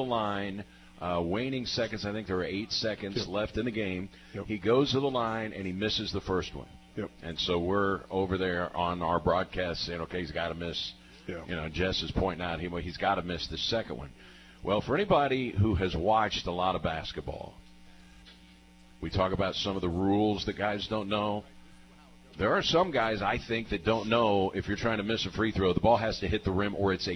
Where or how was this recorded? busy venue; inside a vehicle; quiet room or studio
busy venue